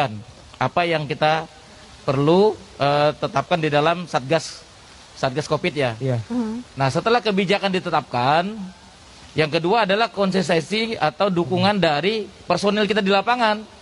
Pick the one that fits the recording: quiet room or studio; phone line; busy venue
busy venue